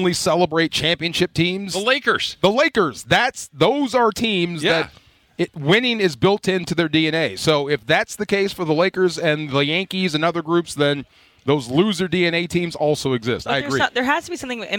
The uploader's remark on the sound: LIVE From Rams Camp! LIVE from RAMS Camp in the City of Irvine.